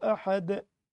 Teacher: فننتبه لهذه القضية المهمة، بنطق لازم أطلع الحرف من المخرج، أقول قل هو، قل هو مش قل هو، قل هو الله أحد، أحد مع القلقلة هي لسه مع القلقلة الدالة هي، نقف على الدال يبقى هنسكنها، ولما تكون الدال ساكنة ونقف عليها على السكون نقلقلها